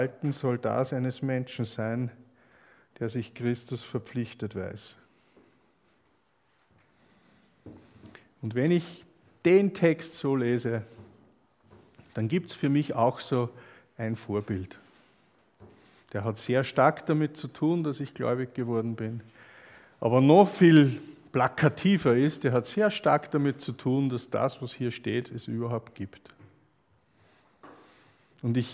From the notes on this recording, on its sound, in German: Aufnahme einer Freizeit von 2017.